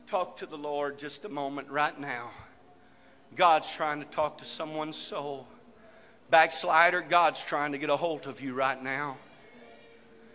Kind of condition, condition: setting, large echoing room